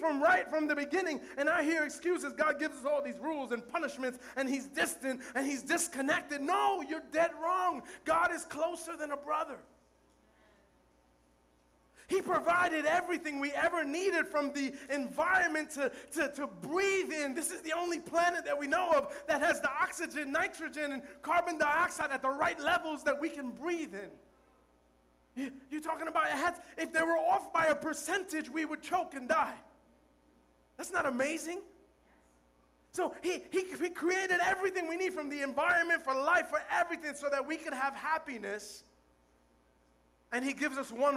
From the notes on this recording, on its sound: Recorded live at The Sanctuary Fellowship.